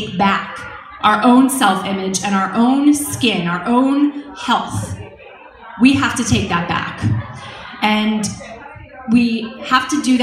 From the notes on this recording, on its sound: In this podcast episode, I share a talk I recently gave at the 2nd Annual Diva Girl Philly Conference at the University of Pennsylvania.